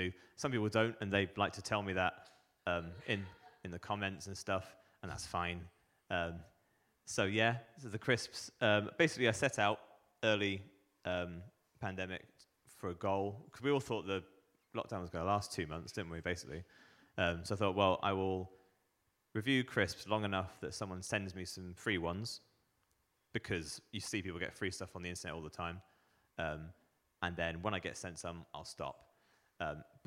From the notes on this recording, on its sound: The Re-Draft Podcast comes at you LIVE from The King's Arms! What a beautiful venue we find ourselves in for our inaugural live episode.